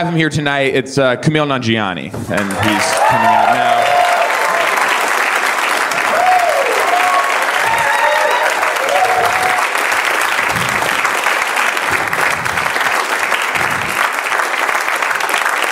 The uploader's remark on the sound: Live at UCB Sunset